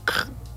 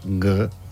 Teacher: Si tu dius k, tens la llengua allà darrere, sí, però sorda